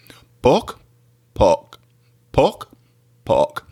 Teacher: in one variety of Khmu, this business of creakiness actually alone makes the difference between one word and another. So, for example, pok means to take a bite pok means to cut down a tree.